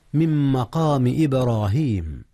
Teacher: أدغمت نون من في ميم مقام، وكلاهما من أحرف الغنة · Term: إدغام